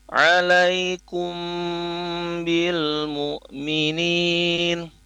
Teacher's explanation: Apalagi di kalimat alaikum, setelah alaikum terakhirnya huruf mim sukun itu menghadapi huruf ba di kalimat bil mu'minina. Nah, jadi mim sukun bertemu ba itu ditahan sebentar